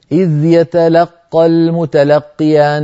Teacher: القاف الأولى الساكنة كأنها يعني ذهبت أو يعني صوتها صار ضعيفا